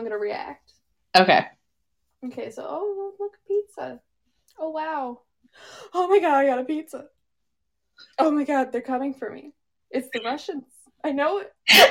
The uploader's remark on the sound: we’re aware that the audio is a bit off as we were figuring things out